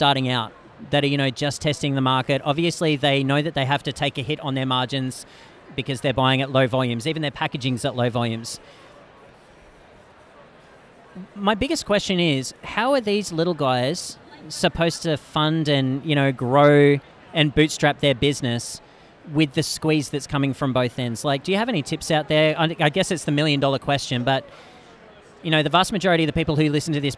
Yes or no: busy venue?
yes